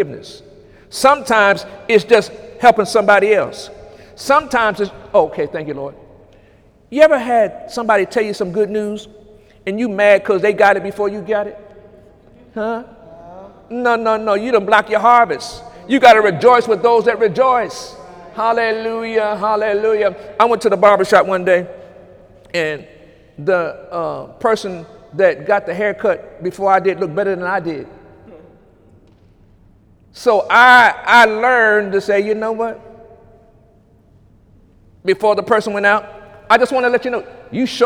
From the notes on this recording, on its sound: During Sunday morning service on August 26, 2018